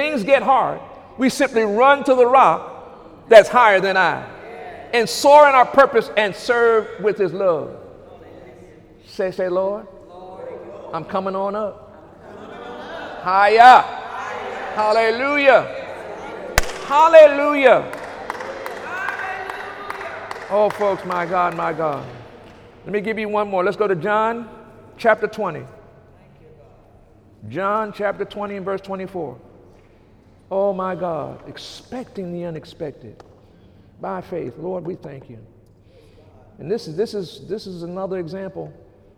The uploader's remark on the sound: During Sunday morning service